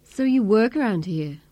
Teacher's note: Then the speaker uses a falling tone to ask a yes-no question.